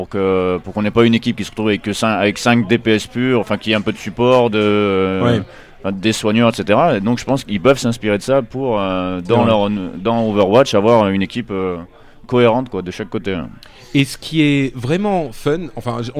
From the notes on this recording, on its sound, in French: Un épisode spécial enregistré à la BlizzCon.